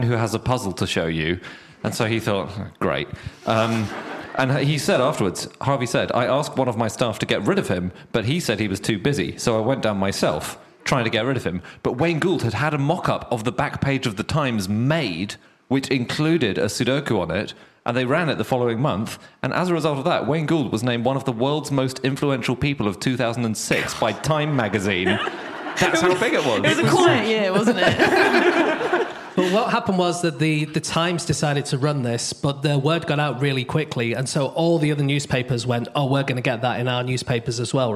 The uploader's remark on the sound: Live from Exeter